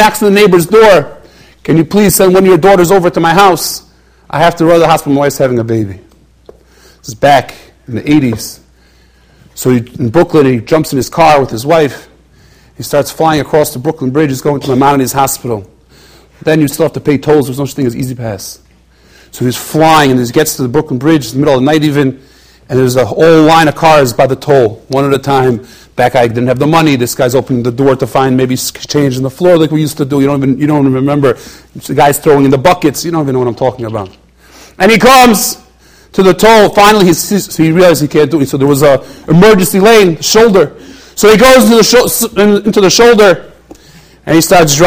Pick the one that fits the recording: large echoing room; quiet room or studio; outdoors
large echoing room